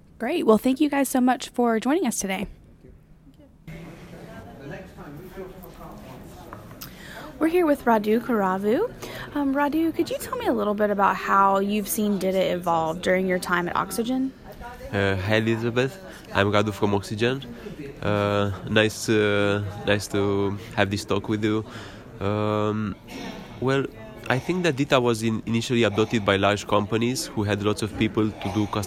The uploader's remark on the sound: Talk with vendors at the CMS/DITA North America conference.